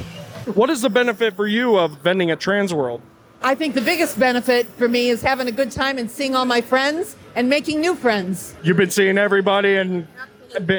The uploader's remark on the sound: This interview was recorded during Transworld